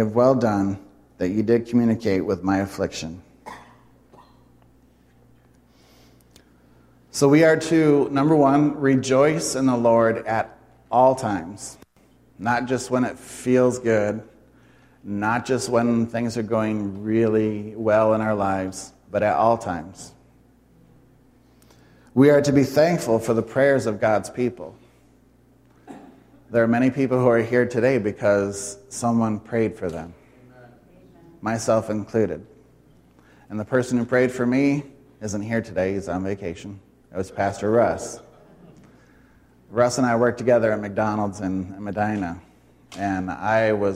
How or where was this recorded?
live audience